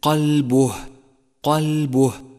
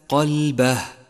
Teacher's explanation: انتبه إلى أن حرف الباء مضموم وليس مفتوحا · Shown in: first take · فهي قلبه وليس قلبه.